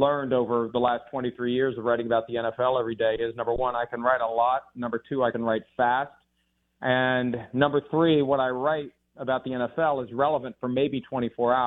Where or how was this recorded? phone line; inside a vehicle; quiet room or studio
phone line